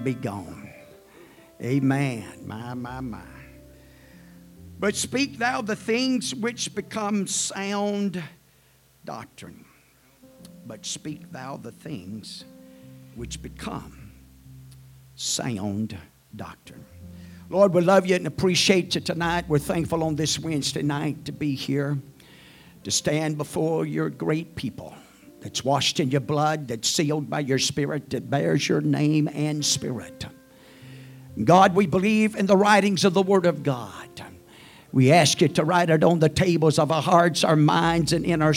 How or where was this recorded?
large echoing room